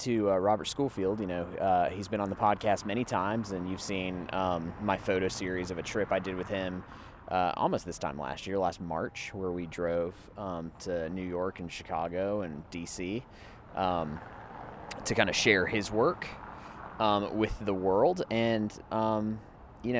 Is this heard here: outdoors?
yes